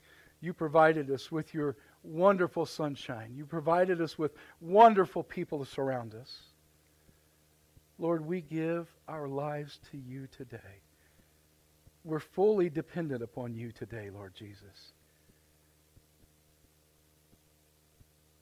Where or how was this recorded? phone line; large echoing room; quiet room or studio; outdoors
large echoing room